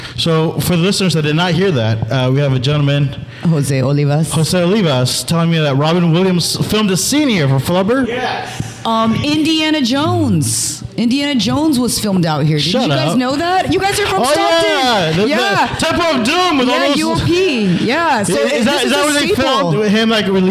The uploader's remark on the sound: Live From Groundstack Coffee